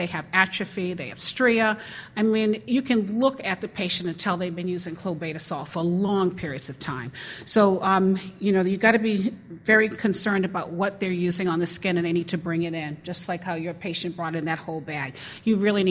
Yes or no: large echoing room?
yes